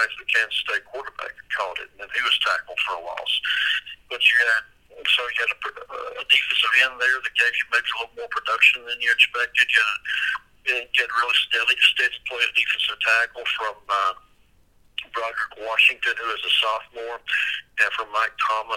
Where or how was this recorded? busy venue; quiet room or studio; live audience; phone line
phone line